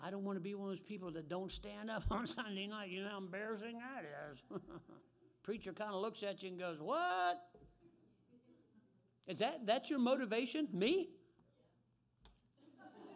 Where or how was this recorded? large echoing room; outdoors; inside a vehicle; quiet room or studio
large echoing room